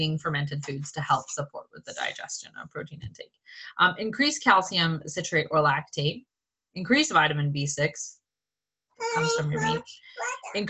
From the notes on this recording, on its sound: One of the last Zoom calls made in the old house before we moved to the farm!